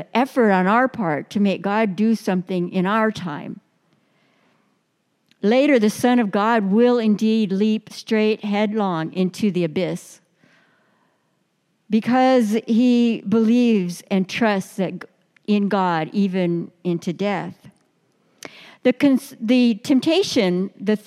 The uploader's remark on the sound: Delivered during the Traditional Worship service.